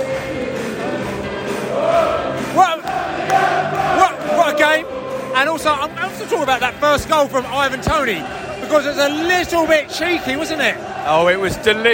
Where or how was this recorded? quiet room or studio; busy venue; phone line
busy venue